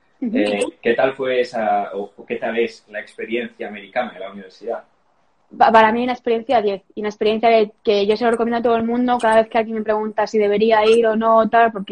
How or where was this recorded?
video call